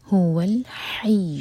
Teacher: الحا حلق سے یا پر شدہ، تو یا کو زور سے زور دے کر پڑھا جائے گا